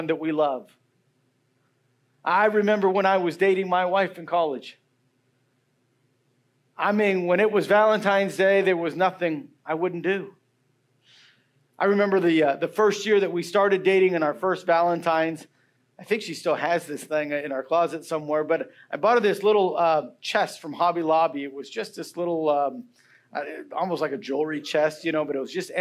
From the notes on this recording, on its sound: Message preached Sunday February 11, 2024